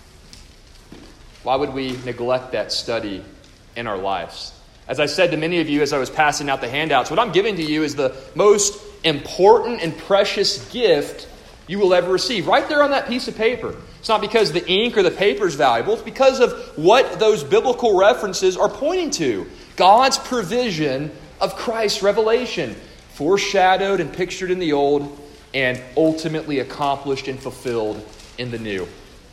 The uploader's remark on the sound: A devotional delivered to the faculty, parents, and students of the Co-Op hosted at First Baptist Church-Inez -Inez, Texas-.